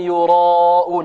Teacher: الياء هذه مرققة والراء مفخمة، لماذا فخمنا الراء؟ لأنها مفتوحة.